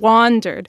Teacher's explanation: And then also with that same word, the first syllable is stressed and the second one is unstressed